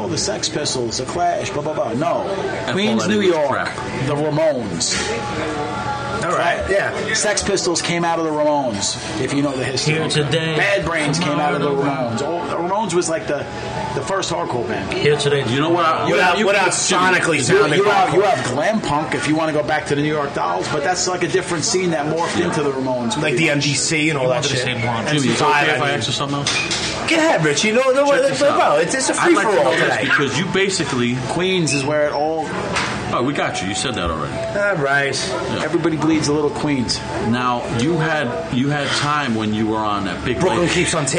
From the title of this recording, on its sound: Live from Carlo's Pizzeria in Queens